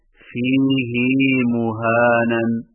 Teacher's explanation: فیہ مہانن میں فیہ کی ہا کو کچھ کھینچ کر پڑھیں یعنی اس طرح فیہ مہانن مچ کیجیے فیہ مہانن فیہ مہانن